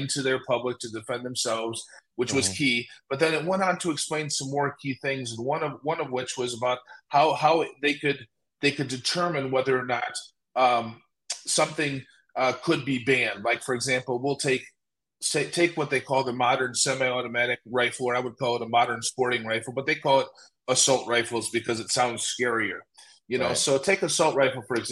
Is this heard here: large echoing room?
no